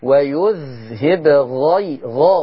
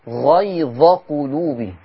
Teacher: امسك الذال، ويذهب غيظ، والغين مفخمة